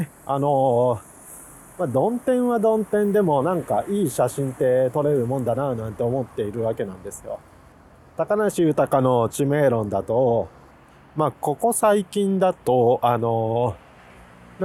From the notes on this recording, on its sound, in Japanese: 雪の降った翌日、国道１号線より撮影しながらの収録です。